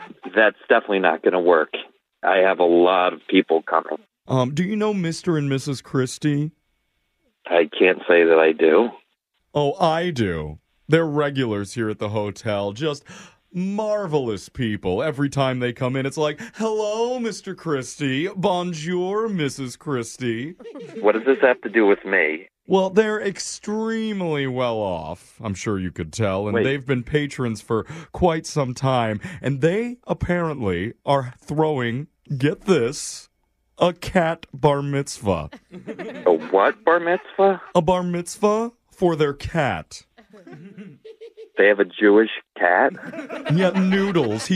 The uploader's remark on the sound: Phone Tap